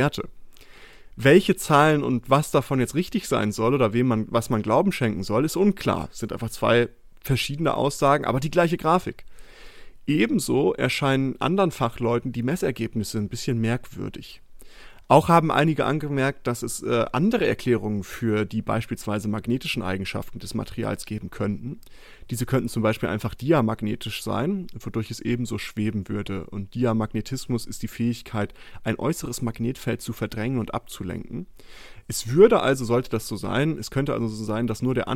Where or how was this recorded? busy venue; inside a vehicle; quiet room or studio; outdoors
quiet room or studio